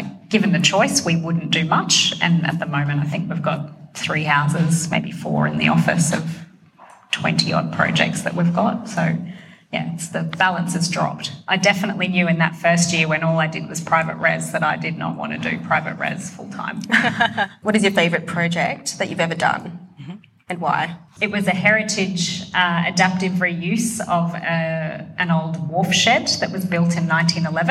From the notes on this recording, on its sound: Brisbane Autumn 2021. Live recordings from our much loved Seasonal Salon series.